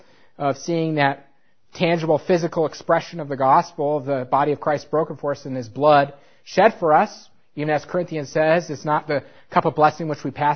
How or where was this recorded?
large echoing room